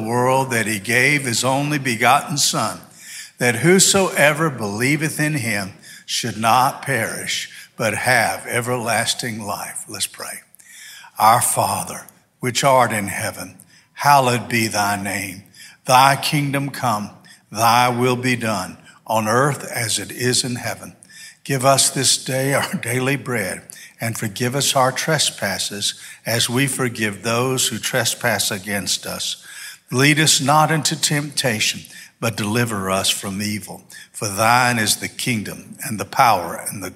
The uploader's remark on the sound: This sermon was delivered on December 4, 2022 at First Baptist Church Hendersonville, NC.